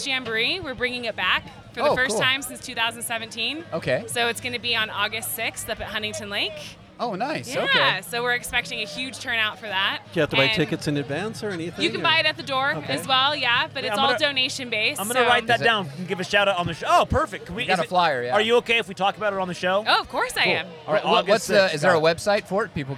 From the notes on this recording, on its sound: This cast goes live from Shaver Lake Brewfest. Grab a beer and join us behind the booth!